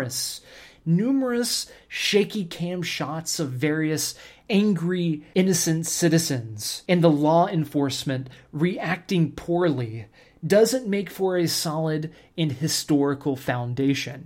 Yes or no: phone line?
no